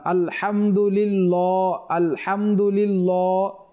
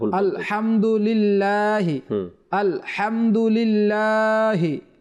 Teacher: না পাঠ করি আলহামদুলিল্লাহি এখানে যে লাম রয়েছে আমরা বলেছিলাম যে আল্লাহ শব্দের পূর্বে যদি জের থাকে তাহলে ওই লাম বারিক বা চিকন হবে মোটা হবে না · Shown in: second take